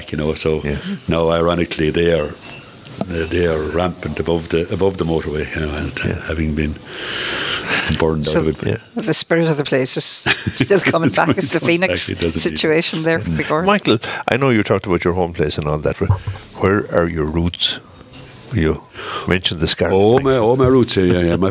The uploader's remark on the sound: live from Nualas in Tuamgraney